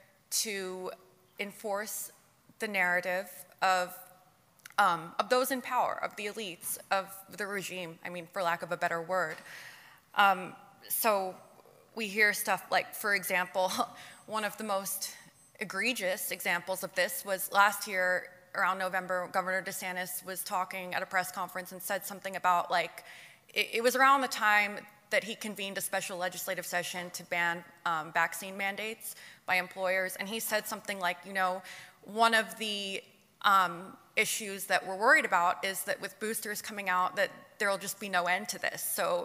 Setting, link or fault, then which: setting, live audience